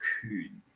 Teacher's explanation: it's a fourth tone, a falling tone, kun, right?